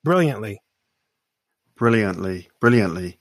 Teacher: And so you don't hear that. It's almost as if I'm throwing the T away.